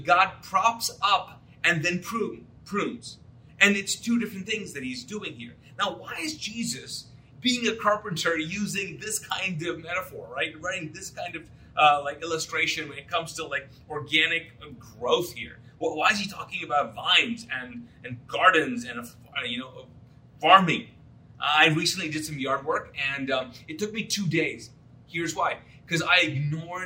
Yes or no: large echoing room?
yes